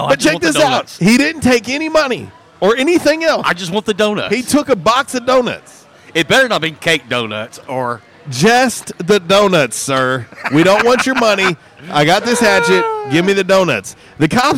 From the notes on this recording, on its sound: LIVE from JTown's Grill!